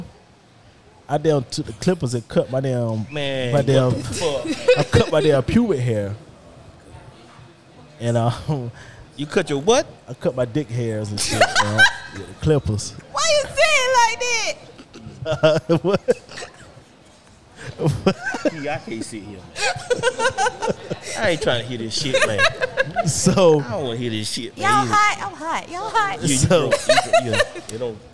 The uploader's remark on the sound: Doing a live show at their favorite spot. They are joined by past guests and listeners.